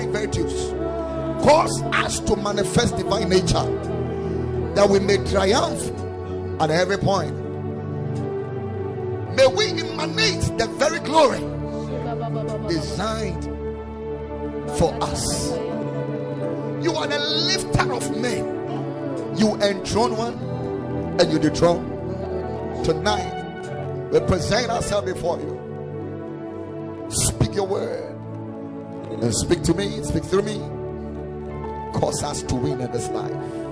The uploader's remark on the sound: Preached at the Ekklesia Chapel